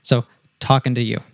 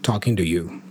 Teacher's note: It's a function word, so it reduces to an so we'll reduce just to ta. And we have an American T that happens there with talking to you. So the T in ta actually becomes a da.